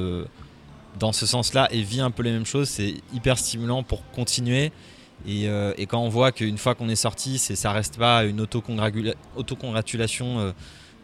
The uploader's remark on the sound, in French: Dernier entretien de la série enregistrée à l'occasion de la foire Around Video de Lille